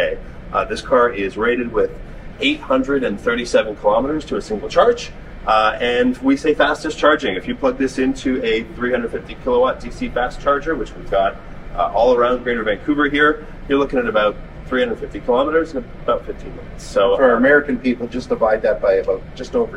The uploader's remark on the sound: "LIVE" at the Vancouver showroom